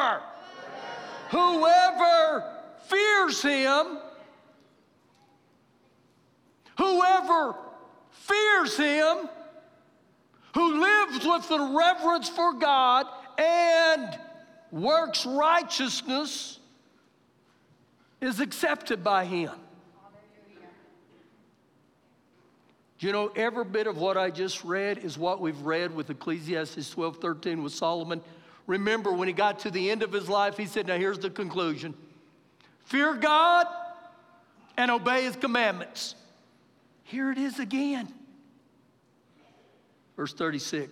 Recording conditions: large echoing room